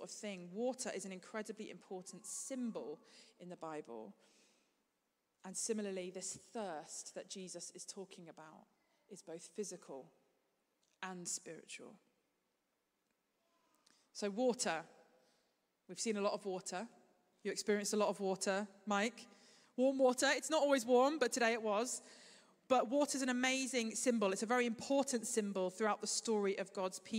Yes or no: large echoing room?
yes